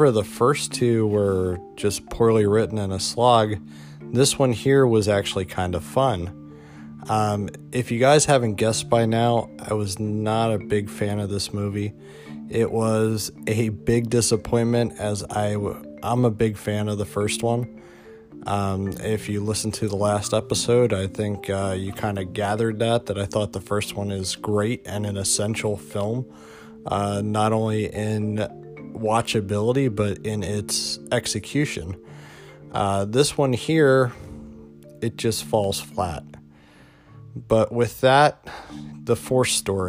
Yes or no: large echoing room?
no